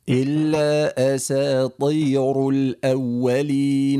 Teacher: الطاء أطلع بها شوية في التفخيم